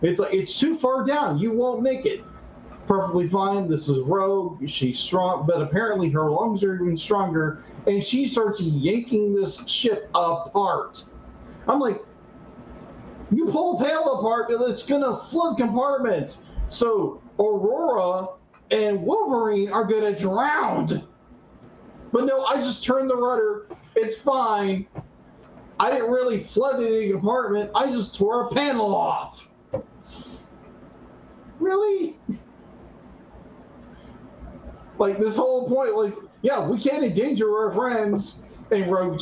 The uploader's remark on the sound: DUE TO AN TECHNICAL ERROR THE AUDIO IS WEIRD IN THIS EPISODE!